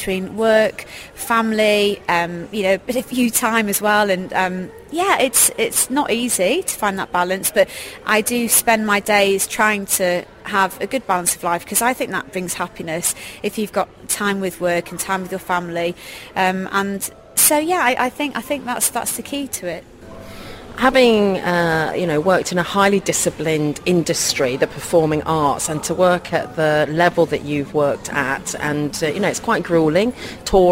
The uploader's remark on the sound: On Location interviews at the Sheraton Grand Hotel.